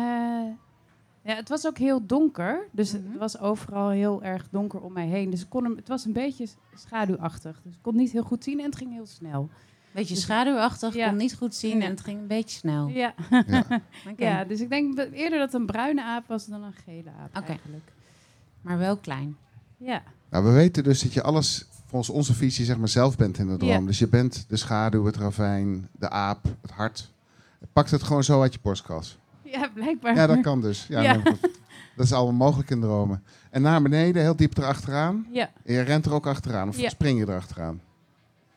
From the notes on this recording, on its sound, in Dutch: Deze zomer ging ODE AAN DE MAGIE weer live op de Lievelinge. De dromen geduid van gasten op de camping. Ons live publiek werd verrast, ontroerd en geraakt door de duidingen. Productie: One Day Radio & In The Heart Of Change.